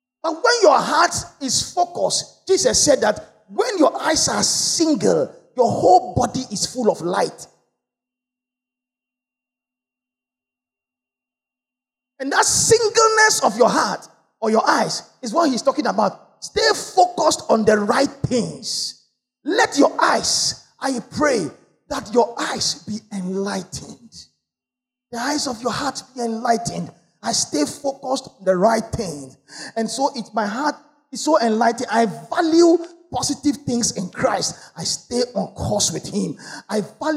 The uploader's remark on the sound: Sermon preached at CBC Shiashie Campus